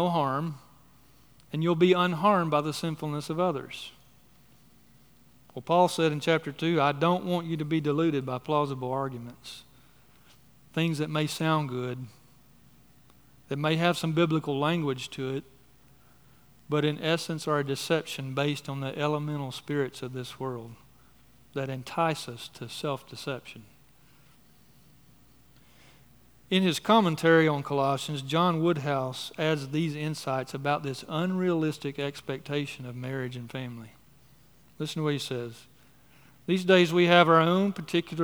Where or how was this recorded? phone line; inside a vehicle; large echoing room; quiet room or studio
large echoing room